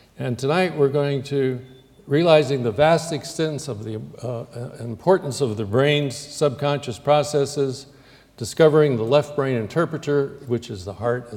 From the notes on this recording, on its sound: Recorded 15 October, 2009 at the Playfair Library Hall, the University of Edinburgh.